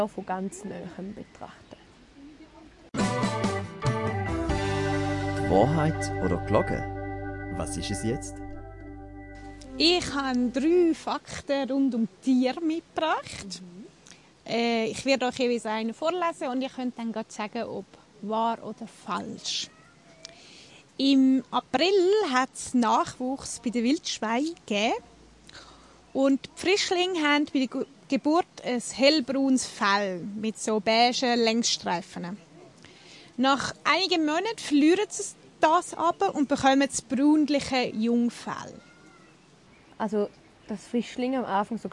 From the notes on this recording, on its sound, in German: Es ging an einem regnerischen Tag nach Arth-Goldau in den dortigen Tierpark. Erzählen sie in dieser Folge sozusagen live aus dem Park.